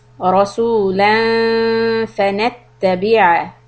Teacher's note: The إخفاء is soft and the tongue is pretty much close to letter فا near the lips.